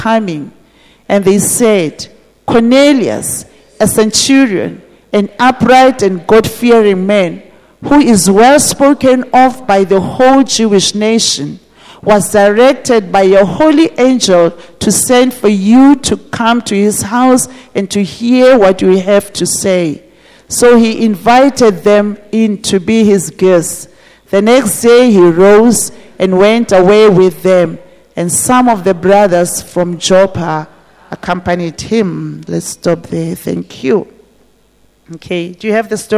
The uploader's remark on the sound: This message was preached at GTCFC City Campus.